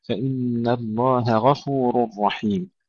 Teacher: الهاء والغين نفسهما نرقق الهاء ونخفف من الغين